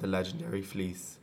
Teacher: You will hear a clear L being used in all word positions.